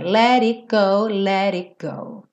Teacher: não aparece o T do it. E o let fica rarara.